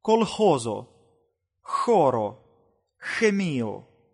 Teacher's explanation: Звук «хо» произносится как напряженное русское «х».